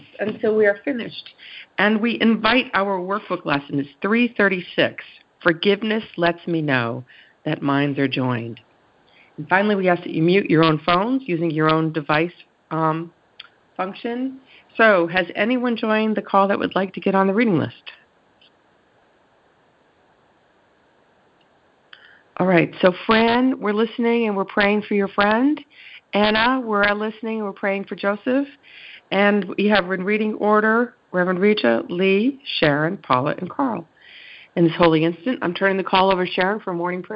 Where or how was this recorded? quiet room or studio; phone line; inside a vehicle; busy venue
phone line